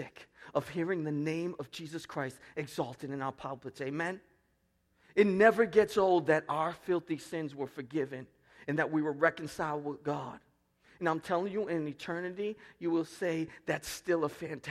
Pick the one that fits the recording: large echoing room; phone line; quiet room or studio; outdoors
large echoing room